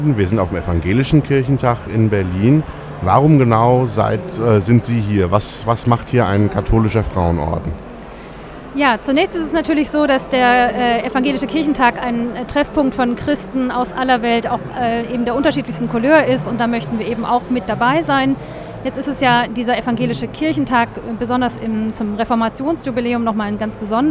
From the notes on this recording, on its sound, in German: live vom evangelischen Kirchentag 2017 in Berlin